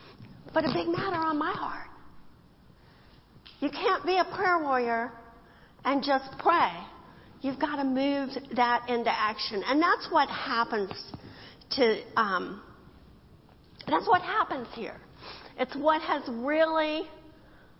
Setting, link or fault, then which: setting, large echoing room